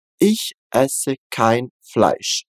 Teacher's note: Primeiro um chiado fraquinho, depois um chiado mais forte.